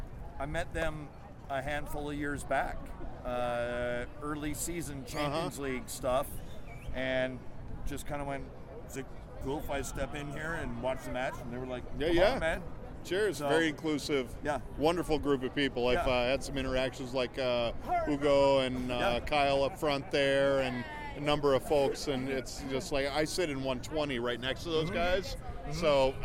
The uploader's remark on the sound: In-match audio from New England and Toronto at home. Some interviews post-Toronto.